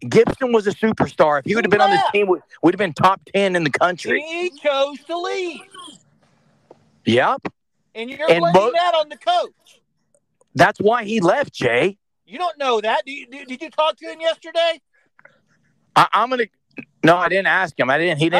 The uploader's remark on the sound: We did have audio issues with some people driving during the podcast